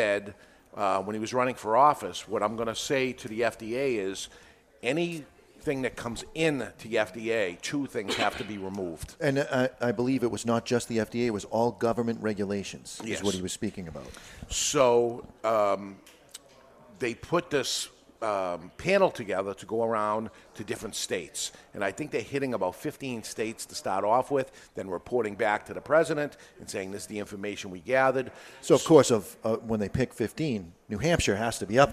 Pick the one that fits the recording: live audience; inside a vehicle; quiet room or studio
live audience